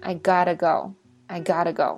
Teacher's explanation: got 后面是元音是吧？所以这个 t 就变成了一个 d 的音